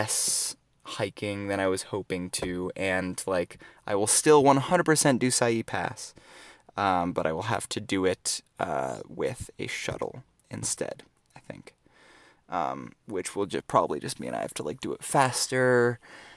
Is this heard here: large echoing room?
no